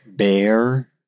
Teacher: it sounds like we are using two syllables instead of one syllable.